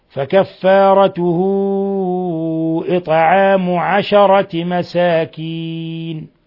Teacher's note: الطاء ساكنة قلقل لأنها من حروف قطب جد